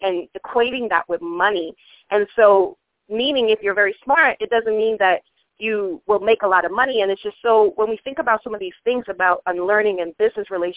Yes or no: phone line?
yes